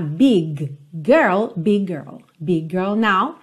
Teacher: E aqui lembra que você não vai fazer dois G's